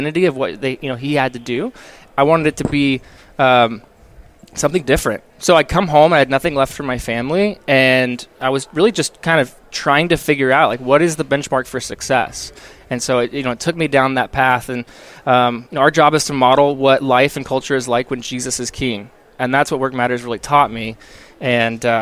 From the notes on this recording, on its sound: While at the Workmatters Conference in Rogers, Arkansas.